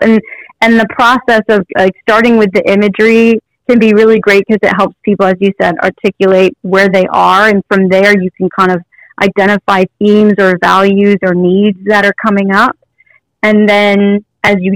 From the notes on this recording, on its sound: I had an awesome phone interview today